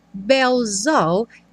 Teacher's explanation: When the bells all ring, bells all, o S aí com som de Z, coisa que vai acontecer muitas vezes nessa música